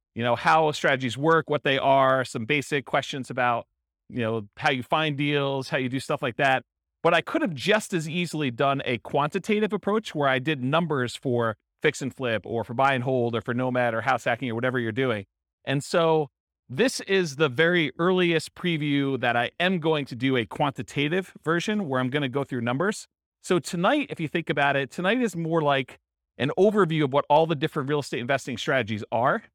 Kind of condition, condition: setting, live audience